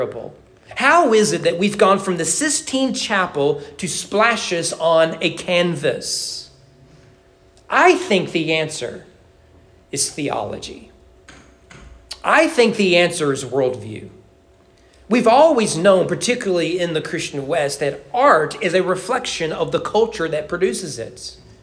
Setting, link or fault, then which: setting, large echoing room